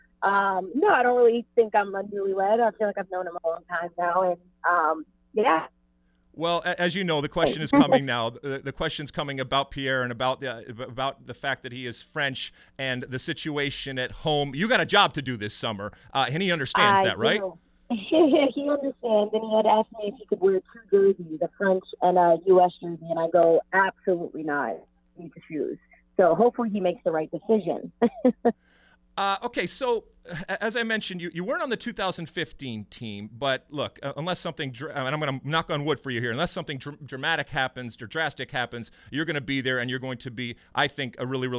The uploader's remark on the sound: via phone